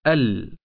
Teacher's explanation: إذا كانت همزة الوصل قبل اللام القمرية غير مسبوقة بحرف قبلها، فتقرأ همزة الوصل مفتوحة مع اللام الساكنة